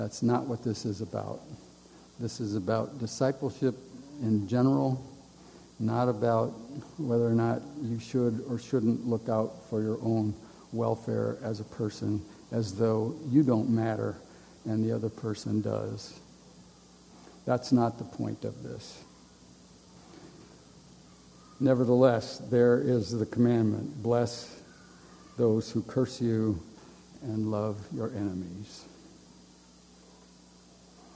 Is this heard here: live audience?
yes